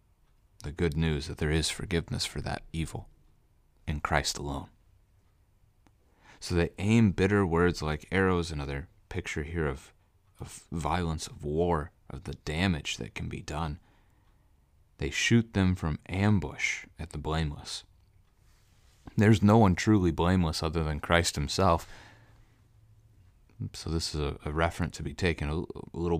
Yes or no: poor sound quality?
no